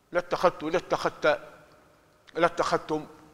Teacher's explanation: لكن قرأ ابن كثير وحفص عن عاصم بالإظهار يعني عدم الإضغام، أي اتخذت لاتخذت بإظهار الذال المعجمة ساكنة والتاء مفتوحة أو مضمومة أو مكسورة على حسب الاستعمال تكون غير مشددة. قرأ بذلك في كل القرآن لاتخذت لاتخذت لاتخذتم.